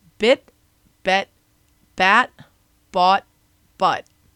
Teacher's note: And pay attention to where in your mouth that vowel sound happens to figure out how this works, because the vowel sound moves from the front to the back of your mouth with each word.